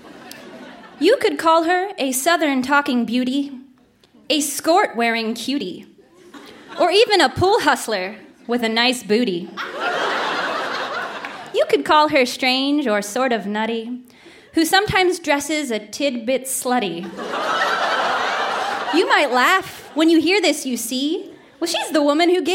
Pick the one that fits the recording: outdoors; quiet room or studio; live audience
live audience